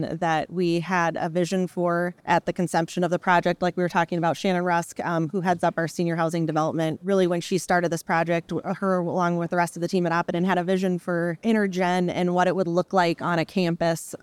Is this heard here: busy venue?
yes